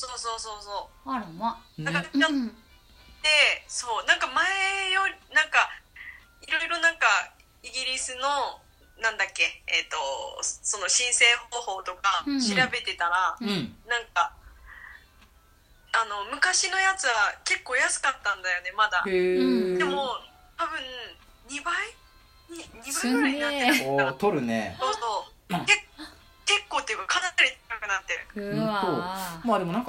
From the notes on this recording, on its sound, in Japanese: LINE電話でのやりとりなので、声が遅れたり音質が悪いことがありますので、ご了承ください。